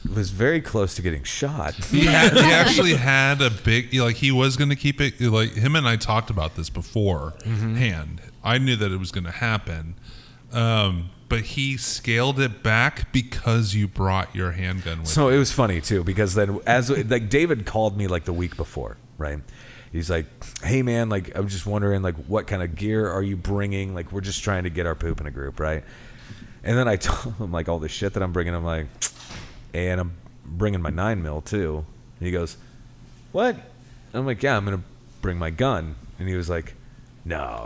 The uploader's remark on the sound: Recorded live from Big Rip Brewing Company in KC.